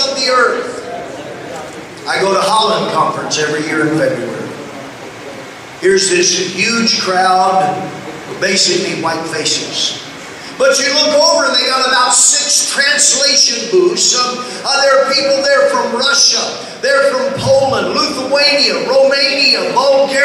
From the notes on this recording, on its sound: LOW SOUND QUALITY